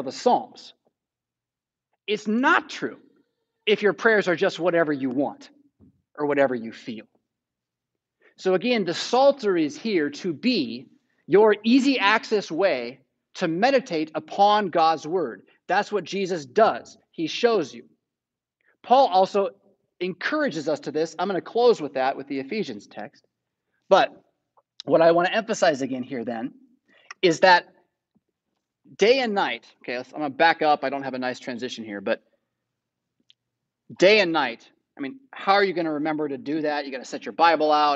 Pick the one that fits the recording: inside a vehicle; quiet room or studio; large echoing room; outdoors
large echoing room